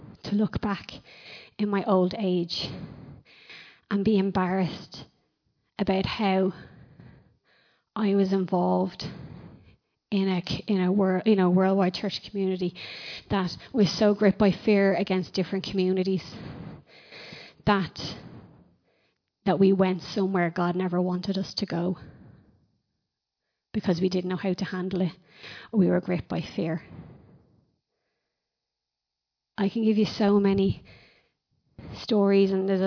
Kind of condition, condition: setting, large echoing room